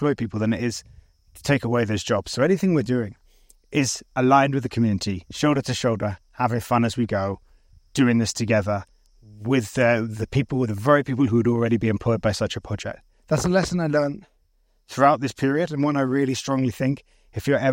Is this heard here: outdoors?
yes